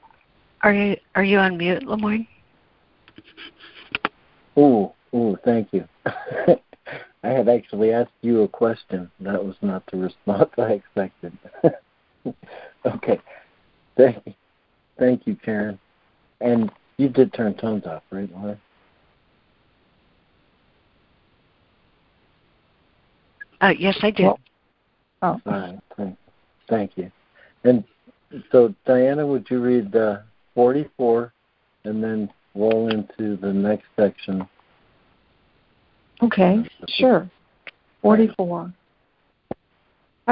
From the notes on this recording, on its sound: ACIM Daily Conference Call